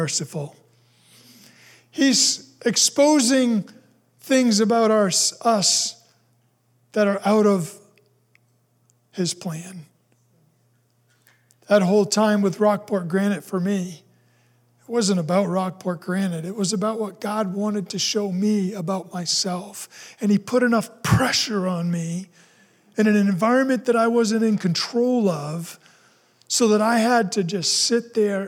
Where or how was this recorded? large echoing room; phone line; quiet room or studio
large echoing room